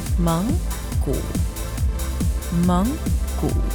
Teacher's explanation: So that's a second tone and a third tone.